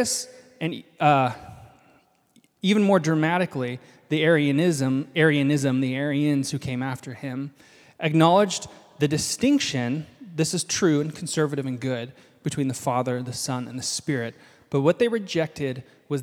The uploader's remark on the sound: This is a live recording of our final House of Learning event from 2023 (Nov 26). The goal of the night was to share a meal and humbly learn from the first 300 years of church history all about what it means to love and follow Jesus.